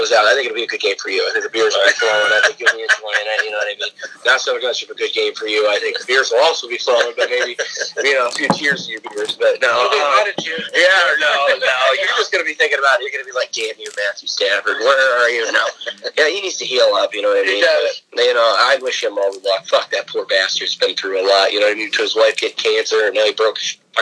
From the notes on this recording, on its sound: We have our first phone cast of the year; couldn't be avoided.